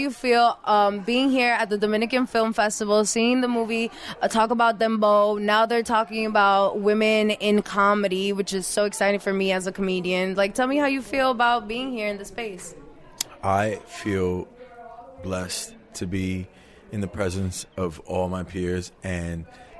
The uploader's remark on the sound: Red carpet correspondent. Covers the Dominican Film Festival NY live!